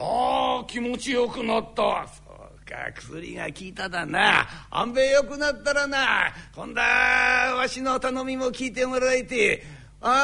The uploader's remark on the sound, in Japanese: 今回は築地本願寺・ブディストホールにて収録した健康落語『夏の医者』をお聞きいただきます。